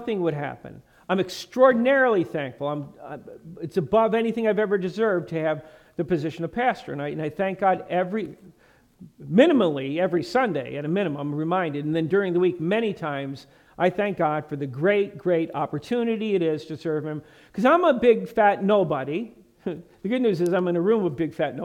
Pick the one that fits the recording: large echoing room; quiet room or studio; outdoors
large echoing room